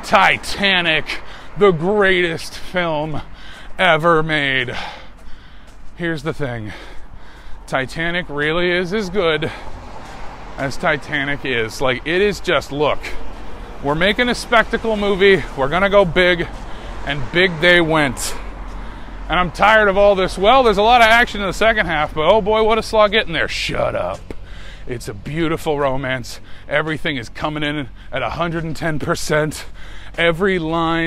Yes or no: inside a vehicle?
yes